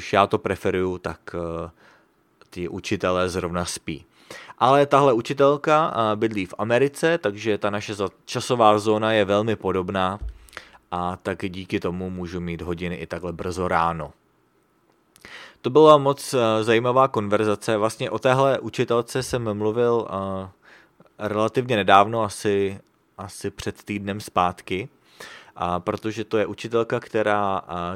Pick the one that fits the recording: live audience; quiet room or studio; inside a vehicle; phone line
quiet room or studio